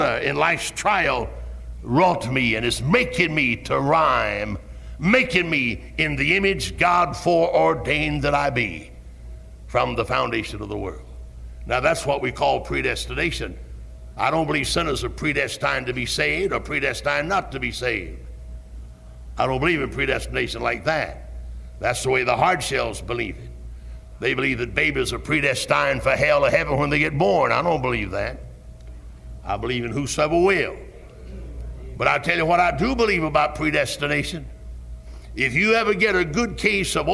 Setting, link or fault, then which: setting, large echoing room